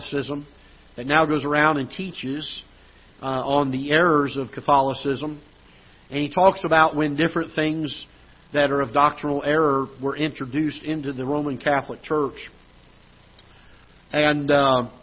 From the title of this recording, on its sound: Ketha Heights Baptist Church ~ Live Broadcast